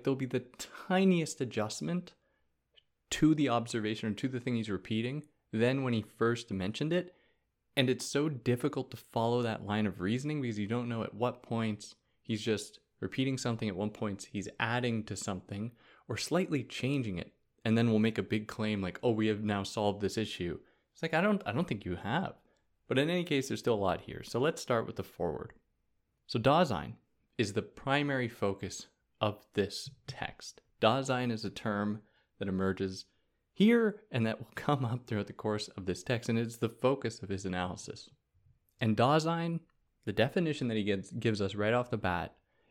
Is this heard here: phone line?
no